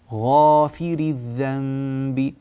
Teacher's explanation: غا هذه الألف الغين فخمناها والألف مفخمة إلى آخرها، لا يعني تقطع هذا التفخيم أبدا إلا إذا بدأت في الفاء، لا تقول غافري هكذا لا يصح.